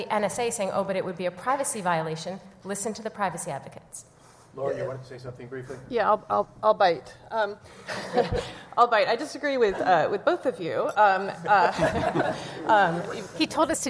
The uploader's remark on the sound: LIVE from the Annual Conference